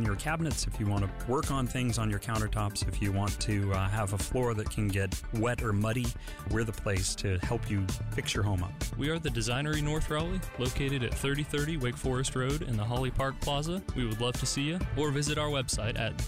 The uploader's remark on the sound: Live From ACC Fan Fest In Charlotte. Live from Fan Fest outside of Bank Of America Stadium in Charlotte ahead of the ACC Championship game.